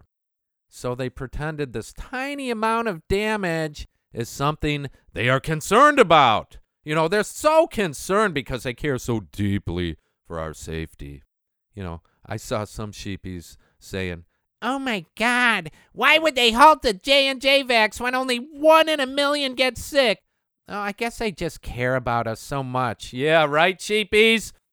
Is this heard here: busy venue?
no